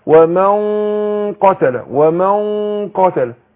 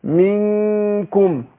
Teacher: حرف مفخم، بفخم الغنة، اقول ومن قتل، لكن حرف مستفل اقول منكم، برقق الايه الغنى